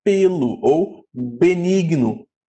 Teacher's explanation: não é aquele som aberto de E, mas é esse som fechado de E, como na palavra pelo ou benigno, tá?